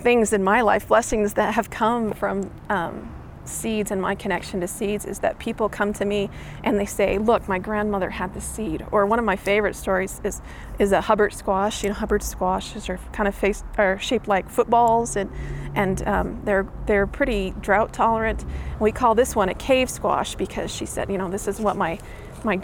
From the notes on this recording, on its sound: This Seed Story was recorded during the SeedBroadcast Seed Story Workshop at the Mountain West Seed Summit in Santa Fe, NM.